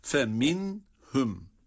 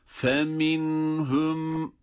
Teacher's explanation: Buranın okunuşunda nunda madem ki izhar var, yani nunun kendisini okuyacağız, o zaman hunne sıfatıyla birlikte okuyoruz.